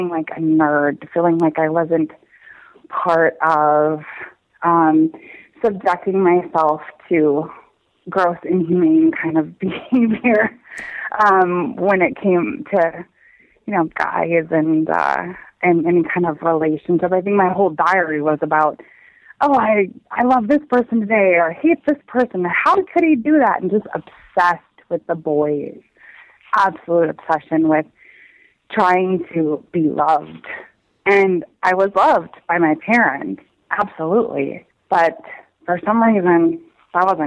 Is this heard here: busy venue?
no